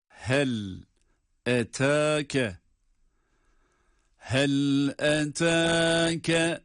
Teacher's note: Hel etake, bakınız, hel hiç uzatmadan, hel etake, hel etake. Burada eta derken bir elif miktarı olarak meddi tabiinin uzatılacağı bir kural var.